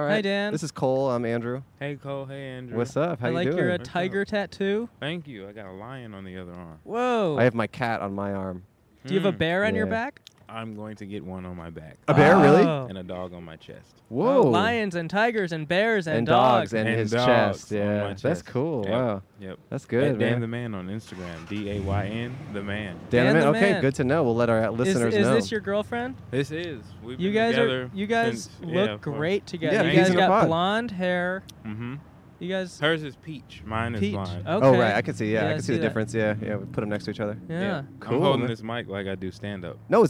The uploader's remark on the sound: Recorded on Brand Blvd in Glendale, California.